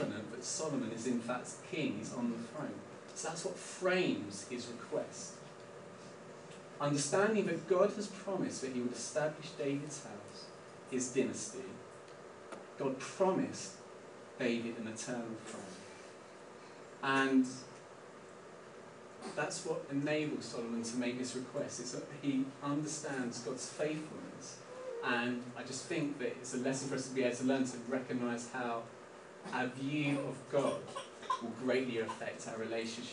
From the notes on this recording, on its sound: We apologise for the poor audio quality of this recording. Please bare with us as we have moved location for the summer resulting in adjustments to our PA system.